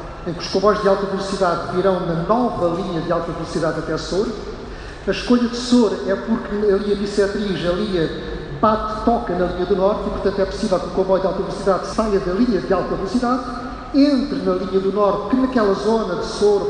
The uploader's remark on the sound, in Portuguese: O Sobre Carris participou a 25 de Maio na conferência “A ferrovia como chave da mobilidade” organizada pelo jornal Região de Leiria. Gravação ao vivo no FF Challenge Building, na localidade do Barracão, concelho de Leiria.